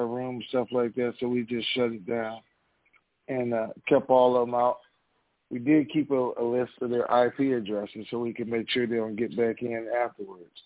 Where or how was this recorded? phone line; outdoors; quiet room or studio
phone line